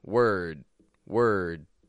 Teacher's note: we're using a W, then we're using a schwa R, and then a stop D